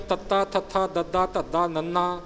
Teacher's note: ਸਾਰੇ ਅੱਖਰ ਬੋਲਦੇ ਹਾਂ ਅਗਲੀ ਲਾਈਨ ਤੱਤਾ ਥੱਥਾ ਦੱਦਾ ਧੱਦਾ ਨੰਨਾ ਜ਼ੁਬਾਨ ਸਾਡੀ ਇਹ ਸਾਡੇ ਦੰਦਾਂ ਦੇ ਵਿੱਚ ਆ ਗਈ